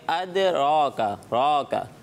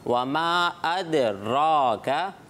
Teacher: हरफ रा के ऊपर पूरी अदायगी तालू के ऊपर वाले हिस्से में लगेगी जबान · Shown in: second take